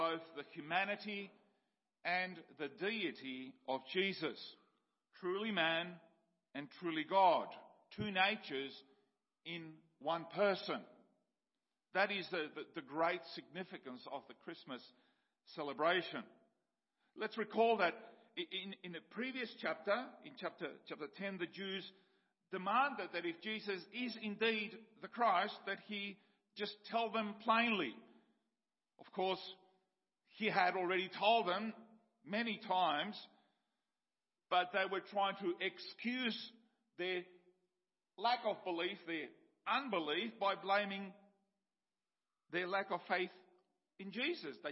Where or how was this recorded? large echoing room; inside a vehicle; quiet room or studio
large echoing room